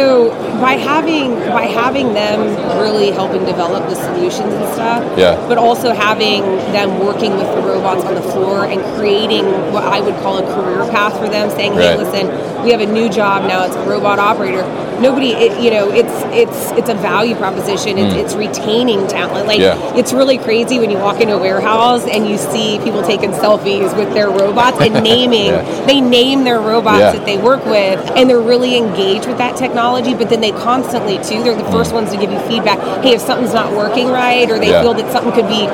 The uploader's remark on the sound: Live from Manifest 2023 in the Pitney Bowes booth